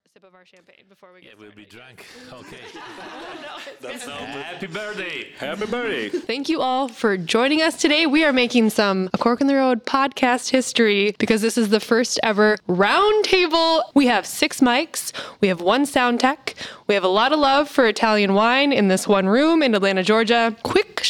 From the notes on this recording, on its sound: LIVE at Prime Wine & Spirits in Atlanta. Six microphones set up for this live recording in Atlanta, GA. It is also our first roundtable discussion format for the show. LIVE at Prime Wine & Spirits of Georgia.